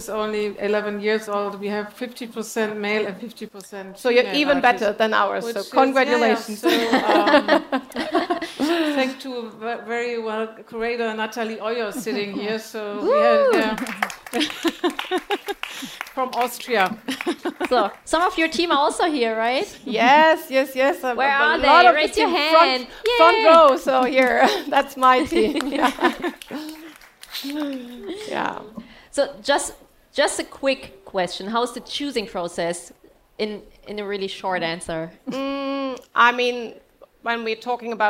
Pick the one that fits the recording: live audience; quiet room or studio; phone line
live audience